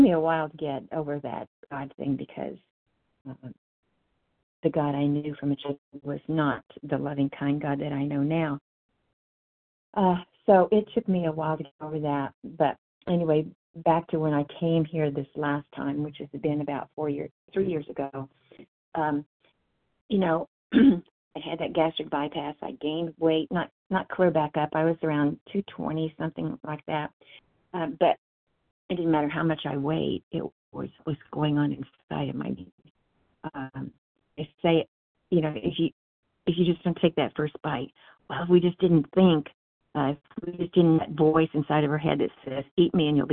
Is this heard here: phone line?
yes